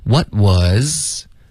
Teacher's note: 我们的 what 的特啊省略了